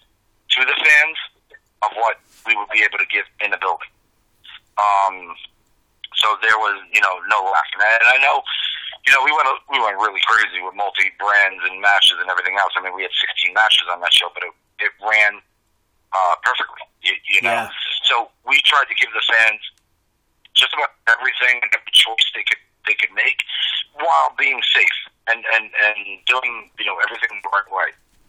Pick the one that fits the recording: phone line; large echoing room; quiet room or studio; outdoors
phone line